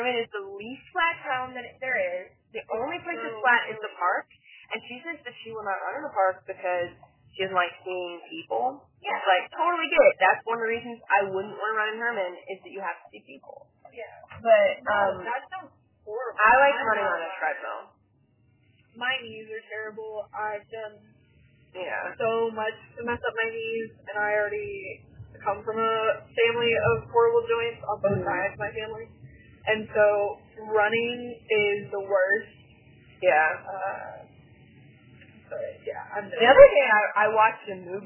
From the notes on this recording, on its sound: In the car. Car Rides and Conversations.